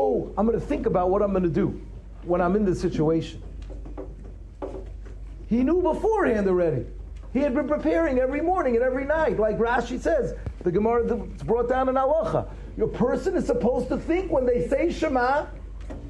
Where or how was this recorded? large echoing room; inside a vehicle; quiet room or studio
large echoing room